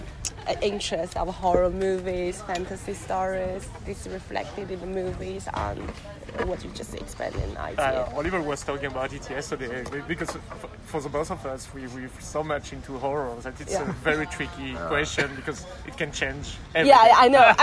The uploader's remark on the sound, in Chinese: 这份音频采访是在今年五月戛纳电影节现场录制完成的